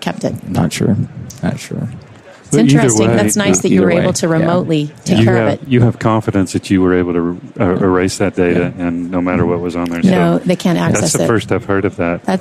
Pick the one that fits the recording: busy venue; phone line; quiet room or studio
busy venue